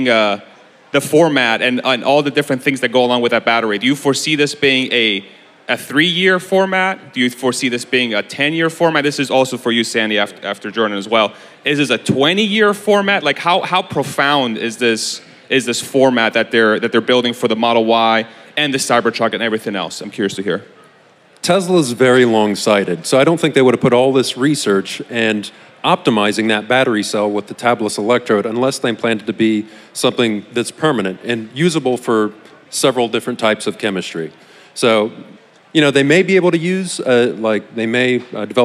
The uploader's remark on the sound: Tesla Con 2022 Panel. Hold a panel at the 2022 Tesla Con in Austin, TX.